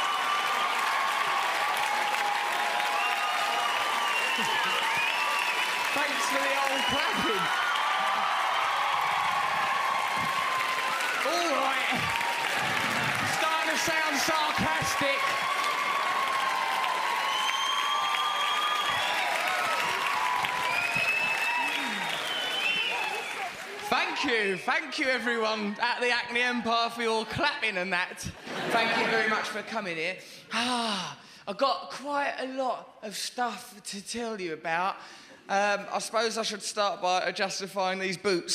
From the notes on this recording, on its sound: Recorded at the Hackney Empire.